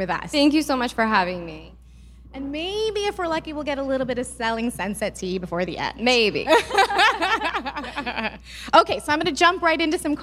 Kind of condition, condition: setting, live audience